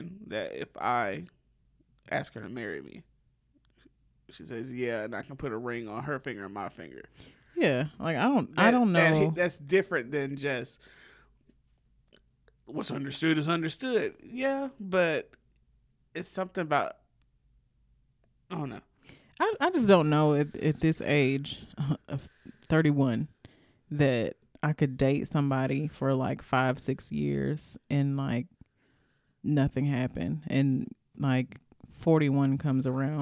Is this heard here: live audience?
no